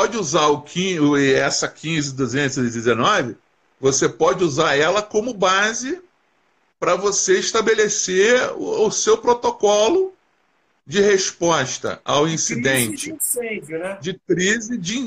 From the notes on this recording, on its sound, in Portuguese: Este episódio é de uma Live que fiz no Instagram